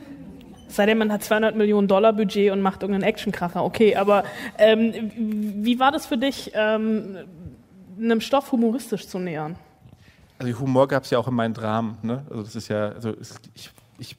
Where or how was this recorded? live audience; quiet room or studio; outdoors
live audience